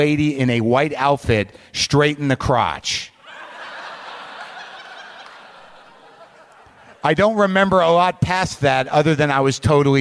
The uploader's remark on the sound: It's a blockbuster live WTF from Austin, Texas.